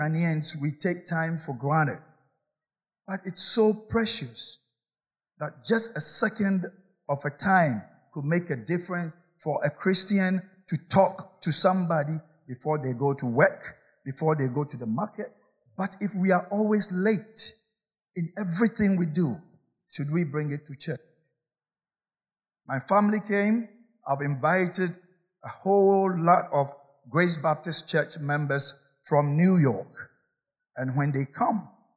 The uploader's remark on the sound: Sermon preached at CBC Shiashie Campus